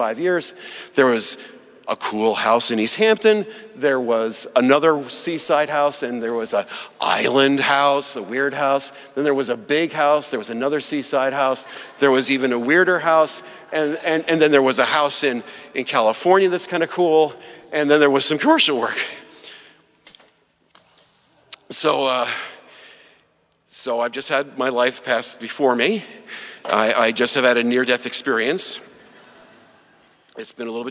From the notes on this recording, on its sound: Saturday morning talk at our 2017 Conference in New York City. At St George's Episcopal Church.